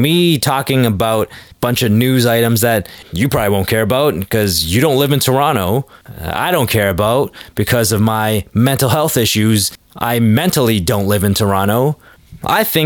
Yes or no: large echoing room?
no